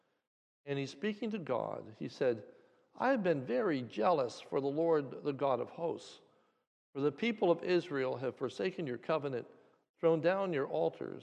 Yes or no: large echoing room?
yes